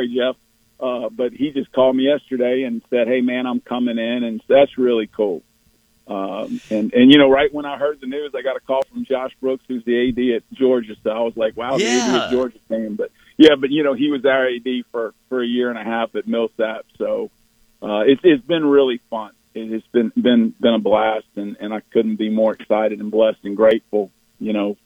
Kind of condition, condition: link, phone line